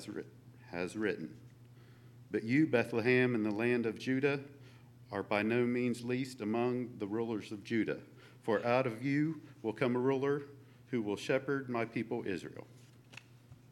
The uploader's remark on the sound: LIVE Services at Sunshine